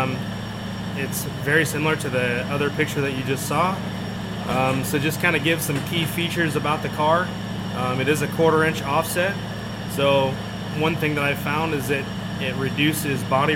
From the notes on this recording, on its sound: There is alot of background noise sorry this was after a race and they were tearing up track.